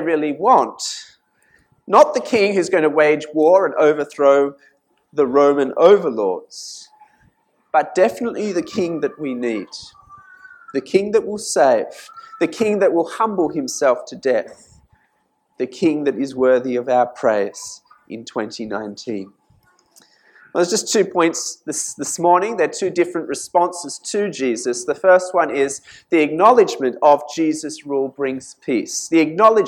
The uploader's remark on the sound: This sermon was preached at St Mary's Cathedral, KL on 6th January 2019.